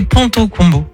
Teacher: Le T, c'est dentaire, et le C, ça vient du fond de la gorge.